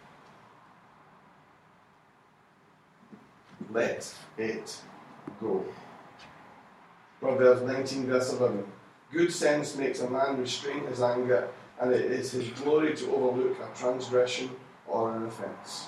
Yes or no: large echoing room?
yes